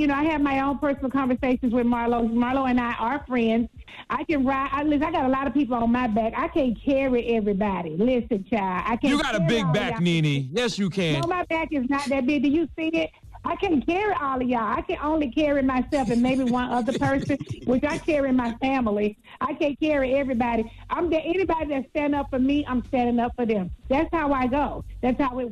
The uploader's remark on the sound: called